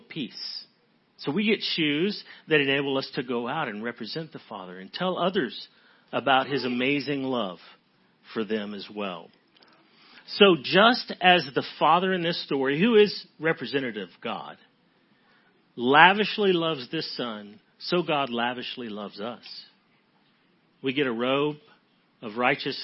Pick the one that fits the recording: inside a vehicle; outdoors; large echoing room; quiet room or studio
large echoing room